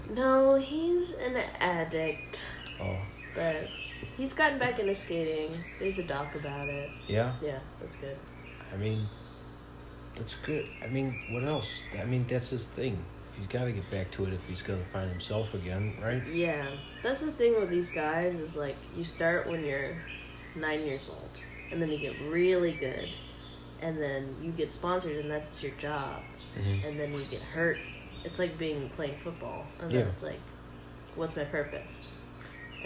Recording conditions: sounds in the background